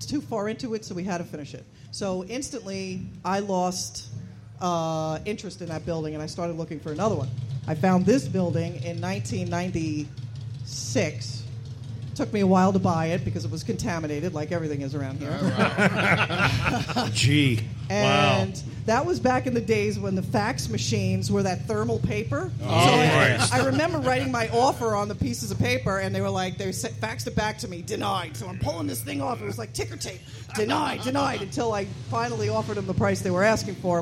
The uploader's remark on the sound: Live from Bergen Harley Davidson.